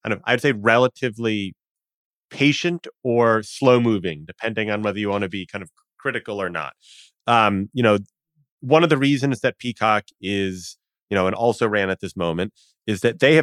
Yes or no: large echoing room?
no